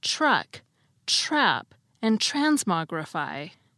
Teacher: for many speakers, the T is actually pronounced more like a CH sound.